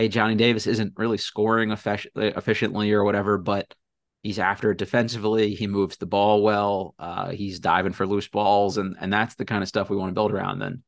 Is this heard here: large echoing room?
no